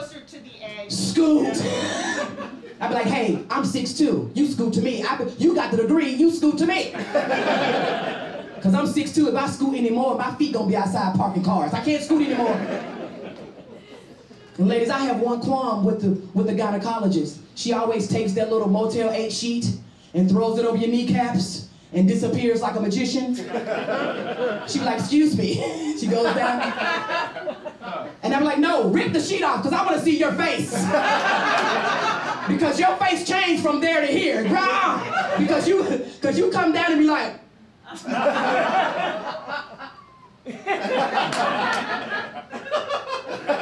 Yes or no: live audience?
yes